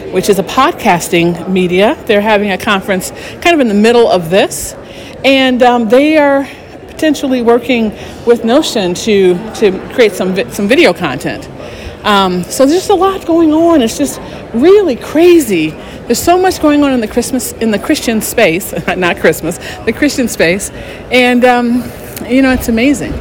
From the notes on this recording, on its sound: Live at the NRB Christian Media Conference. I’ll be broadcasting all this week from the conference.